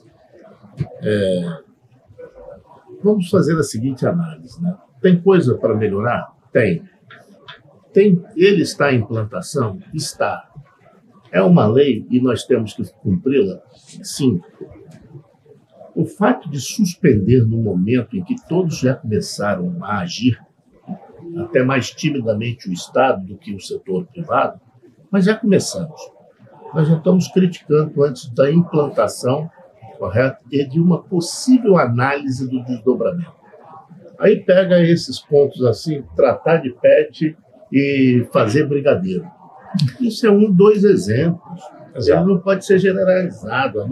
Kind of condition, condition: setting, busy venue